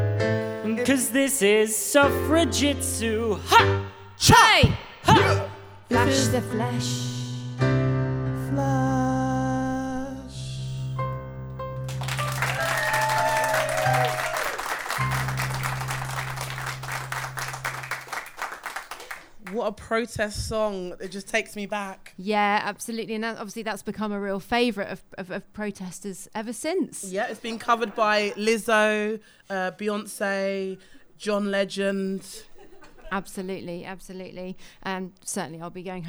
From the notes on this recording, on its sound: Improvised in front of a live studio audience, this show has scenes and songs suitable for a more ‘mature’ audience.